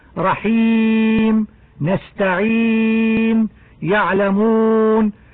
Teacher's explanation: وهو يمد على حركتين أو أربع أو ست حركات، حيث عرض بسبب الوقف